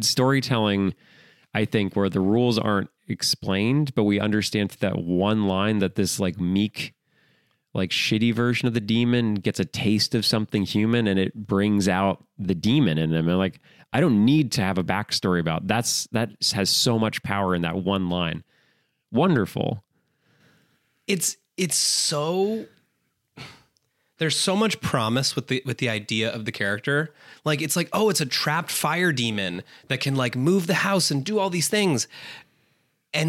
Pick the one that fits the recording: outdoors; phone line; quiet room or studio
quiet room or studio